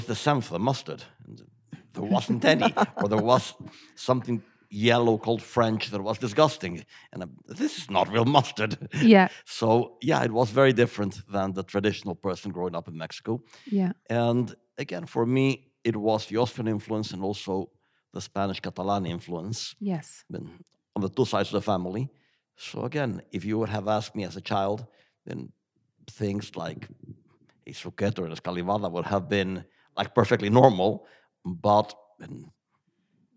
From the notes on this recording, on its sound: LIVE at Samhain Festival 2022. Recorded this special live episode in Kells Courthouse, Tourism and Cultural Hub at Samhain Festival 2022. Before a live audience.